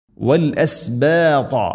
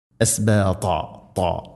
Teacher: ത്വാ ഉച്ചരിക്കുന്ന സമയത്ത് നാവിൻ്റെ മധ്യഭാഗം അണ്ണാക്കിലേക്ക് ചേർന്ന് നിൽക്കണം. ഇത്തുബാക്ക് എന്ന ആ ഒരു സിഫത്ത് നിർബന്ധമായിട്ടും നമ്മളത് പാലിക്കണം, അപ്പോഴാണ് ത്വാ എന്ന അക്ഷരമാവുകയുള്ളൂ, ഇല്ലെങ്കിൽ അത് താ ത്വാ പറയുന്ന പോലെയാവും.